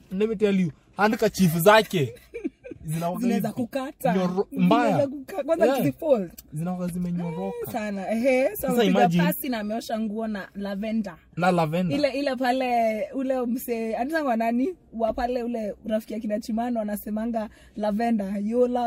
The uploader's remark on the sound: a conversation in the car